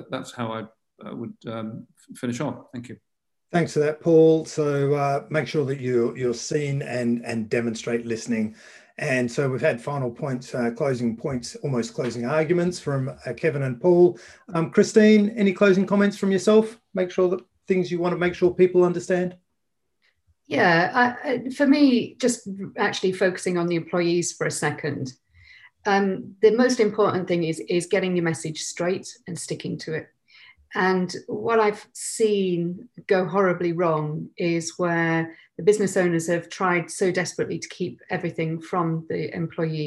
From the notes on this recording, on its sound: In this web chat (panel discussion)